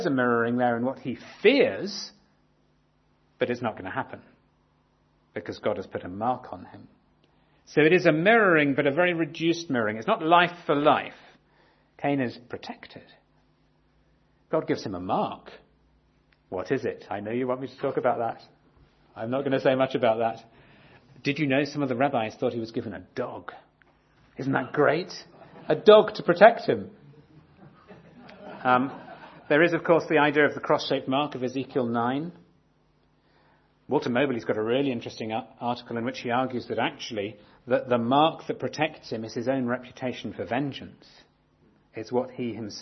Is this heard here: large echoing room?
yes